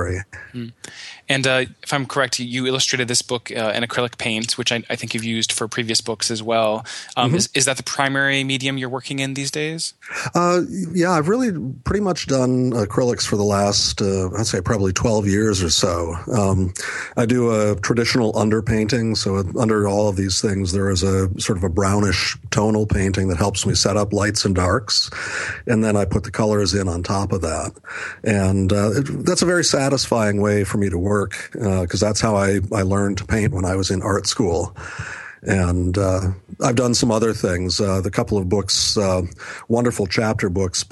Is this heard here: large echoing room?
no